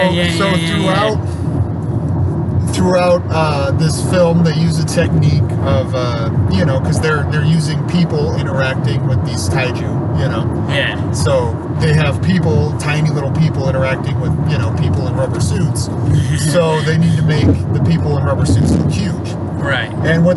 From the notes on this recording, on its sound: This was recorded on the drive to and from Godzilla vs Kong.